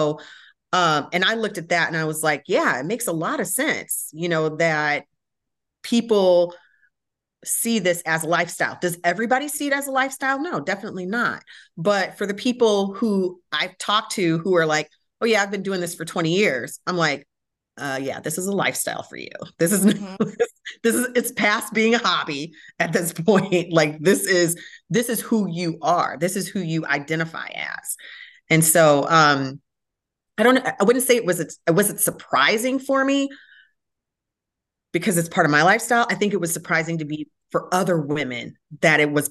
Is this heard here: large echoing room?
no